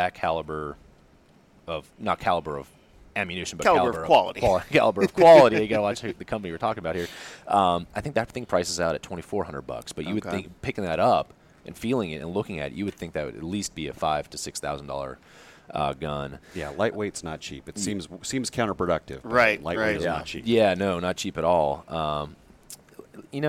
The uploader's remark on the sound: sits down with us at SHOT Show